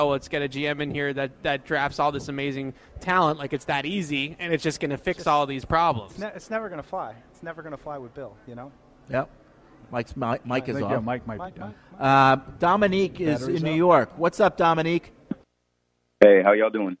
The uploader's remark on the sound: Live from Patriots Haus in Germany. Broadcast direct from the Patriots Haus in Frankfurt, Germany for a special live broadcast.